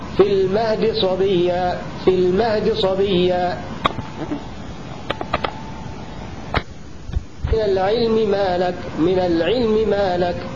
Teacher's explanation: اختلاس الكسرة أي الاتيان بثلثي كسرة وذهاب ثلث